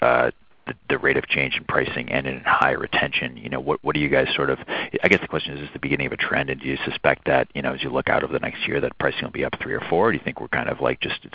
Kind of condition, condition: link, phone line